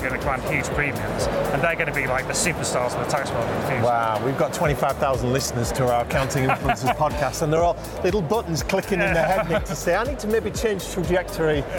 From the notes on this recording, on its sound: Live from Europe's Biggest Event 'Accountex'. A series of live interviews from Accountex 2022 in London recently. AIBN were the official broadcast partners of the event which featured the great and the good in the world of accounting and the many software/fintech vendors to the profession. Enjoy the live buzz of the event!